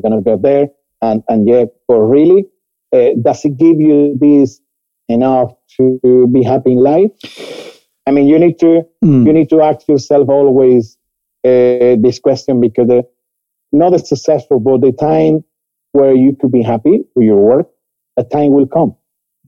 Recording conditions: poor sound quality